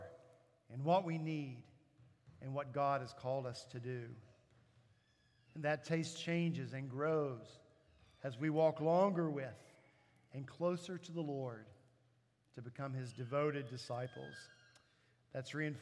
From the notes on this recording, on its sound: At Redeemer Presbyterian Church in Charleston, SC